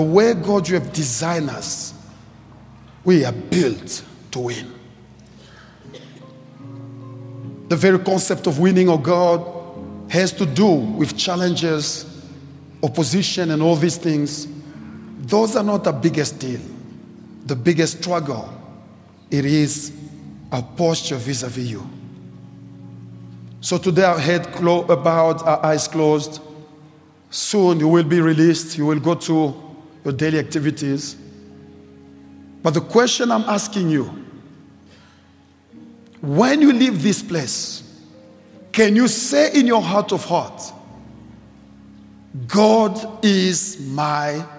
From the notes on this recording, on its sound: preached at Grace Bible Church Pimville